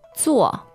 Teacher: the verb part is 做. Z-U-O, fourth tone